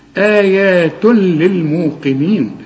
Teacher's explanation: اوعى تغن وتقول آيات لا، الزنة دي ممنوعة، آيات للموقنين، والقاف انت عارف انها مفخمة لكن في اخر درجات التفخيم لانها مكسورة